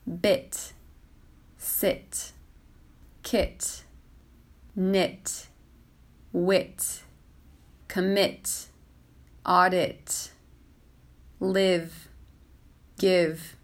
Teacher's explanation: This is a short vowel sound. We say this vowel faster than the E sound. The mouth is relaxed. There is not a lot of tension in my mouth. · Term: short I